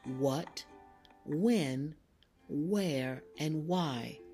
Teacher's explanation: Notice that the H is silent in those words. You only hear the W sound.